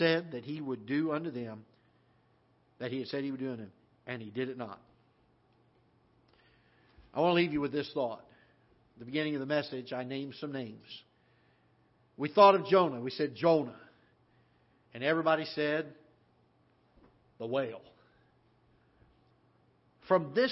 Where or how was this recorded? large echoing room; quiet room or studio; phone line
large echoing room